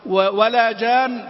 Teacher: تأخذ بالك أن في تشديد وفي غنة كاملة. ولا جان، ما تقول ولا جان، هذا ما مخفف، مشدد وفي غنة.